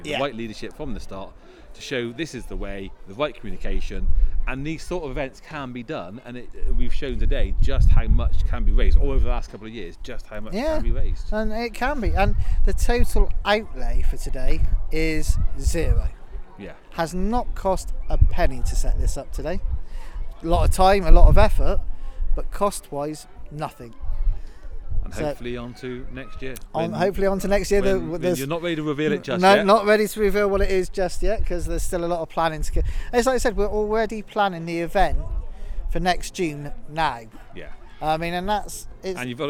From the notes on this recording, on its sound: About 120 members of Fry Club JFC as they walk from Somerdale Pavilion to local beauty spot Kelston Round Hill, and back; a distance of just over ten miles. Thoughts are added by some parents, as well as a few of the players.